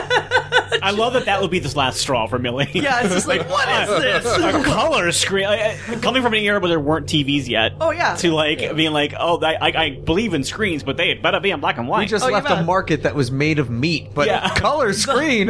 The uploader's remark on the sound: Recorded at Geeky Teas & Games in Burbank, CA.